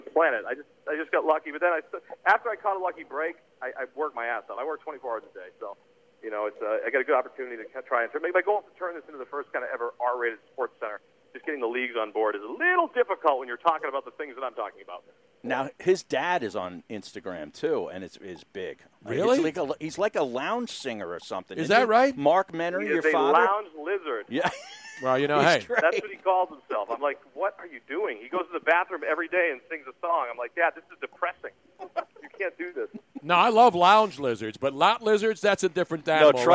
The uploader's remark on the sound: during a call in segment